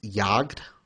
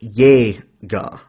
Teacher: in German, A is pronounced A, and with the umlaut, it is pronounced eh. So, for example, in German, the word hunt is jagd.